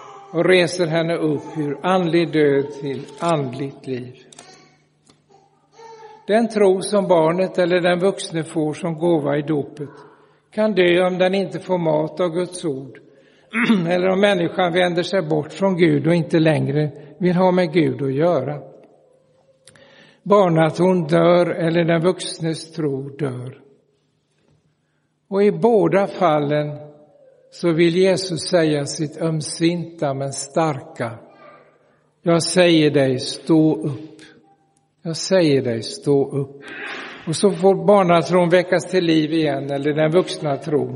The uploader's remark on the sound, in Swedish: Inspelad i Roseniuskyrkan den 24 september 2023.